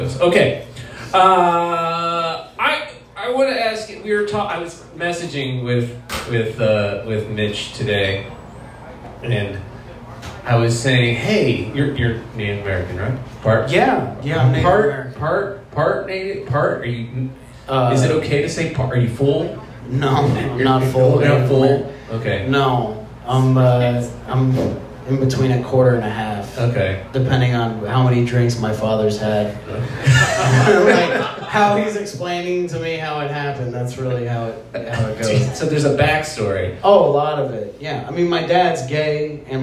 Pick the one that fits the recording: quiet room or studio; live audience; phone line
live audience